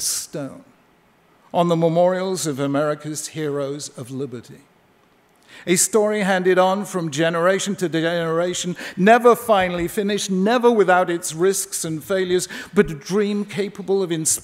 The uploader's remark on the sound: at a ceremony in Washington DC